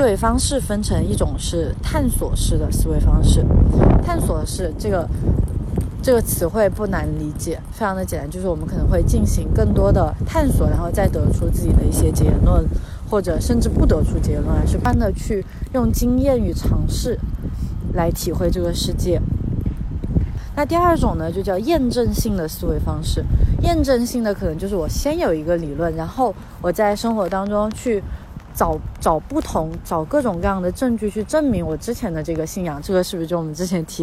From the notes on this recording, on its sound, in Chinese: 在新冠肺炎刚刚出现时，是一边散步一边录制的。